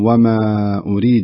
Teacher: الألف في قوله ما حرف مد، ثم أتت الهمزة في الكلمة الثانية التي بعدها، يعني أصبحت الألف مفصولة عن الهمزة، هذه في كلمة تعتبر وهذه في كلمة أخرى، وهذا ما يسمى بالمد المنفصل، يمد أربع حركات، يمد أربع حركات.